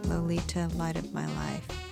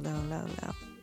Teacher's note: the tongue hitting the palate to create that L sound